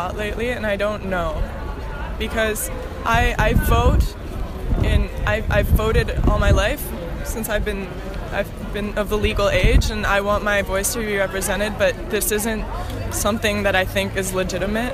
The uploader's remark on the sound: They both live in Barcelona and they debate their contrasting opinions during a protest at the GPO, Dublin.